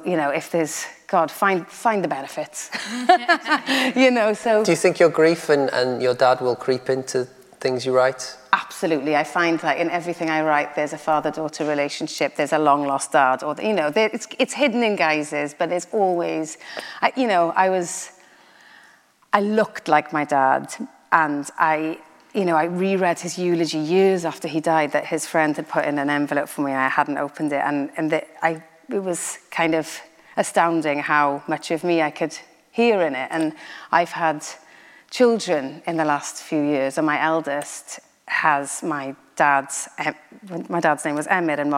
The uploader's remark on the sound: This is the second part of our conversation recorded live at St John's Church in Cardiff. In front of a live audience.